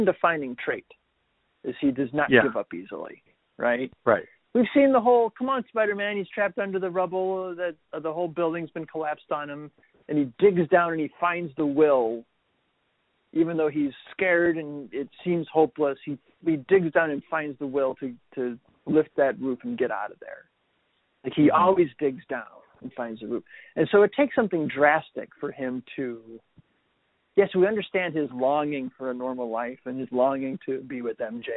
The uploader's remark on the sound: have a "quick" phone call